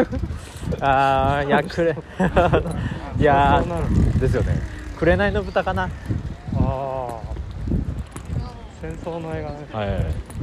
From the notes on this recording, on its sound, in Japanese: 春のお散歩収録です。にやにやRadioのアートワークを描いてくれたぺ子さんの展示会場へ行く前にお散歩して収録したよ。